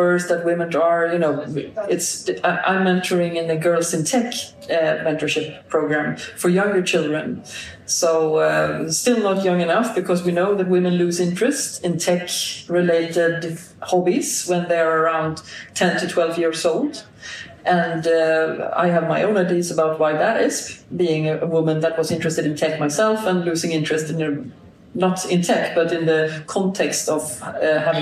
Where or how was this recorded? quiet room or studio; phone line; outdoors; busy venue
busy venue